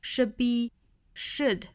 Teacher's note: should 尾部的省掉并且这个单词要弱读 should be a be 和 a 连读加 ye be a prerequisite 尾部的特不发音那这种尾部省掉 t 的发音的情况呢在美式英语里面是很常见的 A